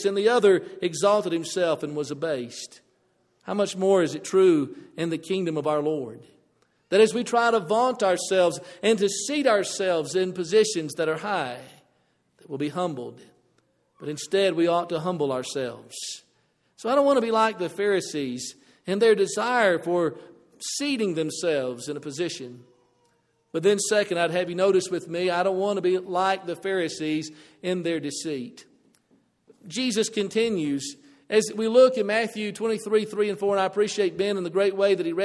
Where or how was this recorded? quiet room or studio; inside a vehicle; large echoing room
large echoing room